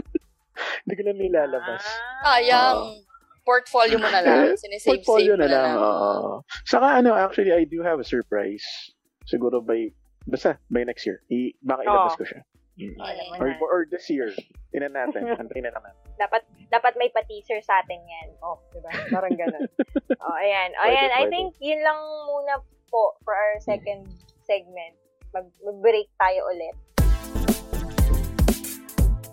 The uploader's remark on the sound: This episode was recorded a few months ago, our third recording since we started this podcast. Obviously, we do not have the proper equipment yet at that time LOL so the quality of the sounds is...so so LOL.